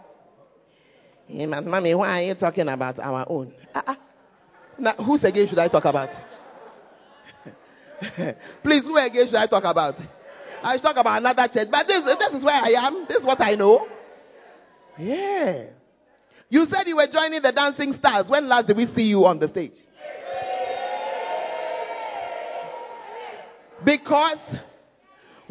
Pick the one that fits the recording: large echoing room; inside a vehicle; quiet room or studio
large echoing room